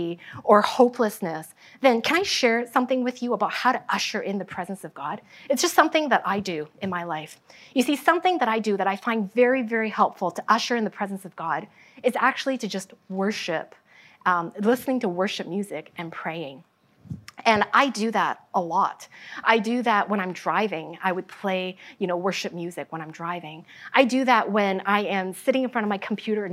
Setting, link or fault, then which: setting, large echoing room